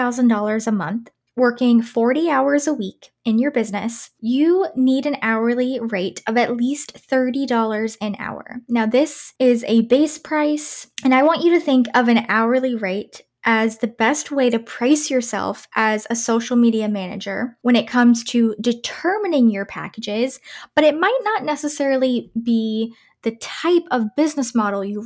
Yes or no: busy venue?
no